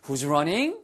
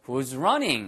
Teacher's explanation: 그러니까 falling intonation으로 하셔야 더 정확합니다. · Shown in: second take